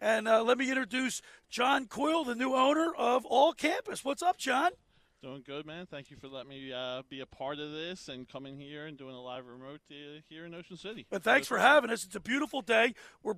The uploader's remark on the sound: Live on the Boardwalk in Ocean City, NJ at All Campus. Every Sunday we broadcast Live on the Boardwalk in OCNJ at All Campus.